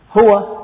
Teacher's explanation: الهاء تخرج من أقصى الحلق وهو آخر المخارج في الفم، والواو تخرج من الشفة